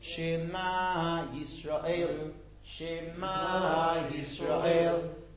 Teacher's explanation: As most words in Hebrew, the dagesh, the stressed syllable, is milra, in the end of the word